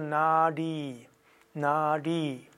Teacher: Und eigentlich ist A und I lang